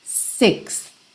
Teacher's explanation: esse TH dos números ordinais é um arzinho